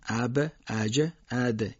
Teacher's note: یه حرکتی بین فتحه و کسره ادا میکنیم براشون تا اینها خوب شنیده بشن